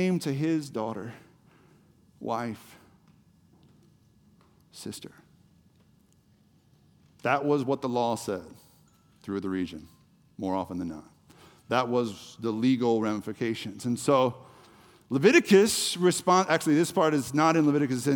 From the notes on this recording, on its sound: The Story Houston Service